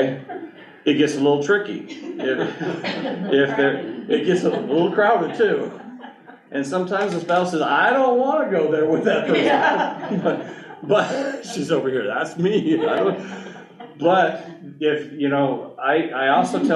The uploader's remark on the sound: Final Arrangements Seminar Day Two. Listen to a recording of the presentation. Answers questions the audience has.